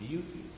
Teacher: You sing the latter half the greatest amount. So the Y sound actually functions here, consonantally.